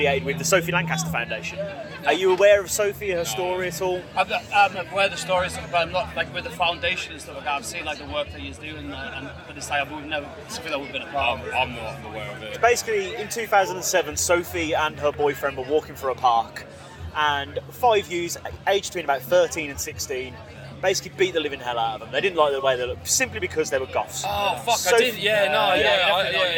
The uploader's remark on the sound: From our 'Live from 2000 Trees 2023' series.